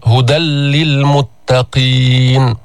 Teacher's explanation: هدى للمتقين، تنوين هدى نون ساكنة، بعده جاءت اللام أو جاء حرف اللام، هدى للمتقين. هل تسمع النون؟ هل تسمع غنة؟ لا تسمع. ماذا تسمع؟ تسمع لاما مشددة · Term: إدغام